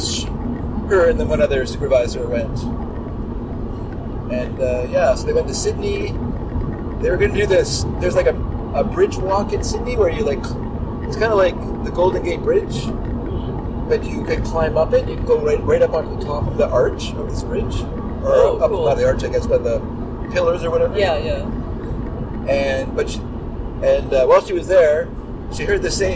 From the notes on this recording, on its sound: In the car